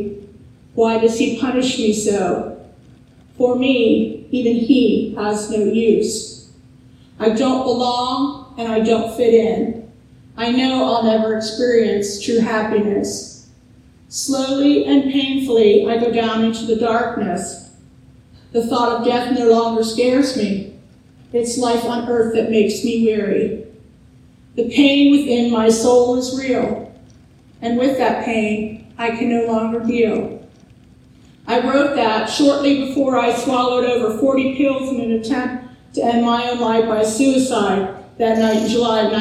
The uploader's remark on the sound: Poor audio at beginning